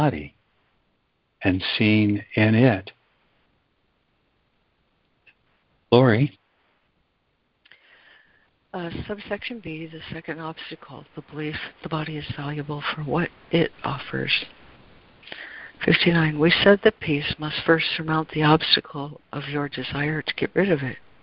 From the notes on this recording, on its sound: ACIM Daily Conference Call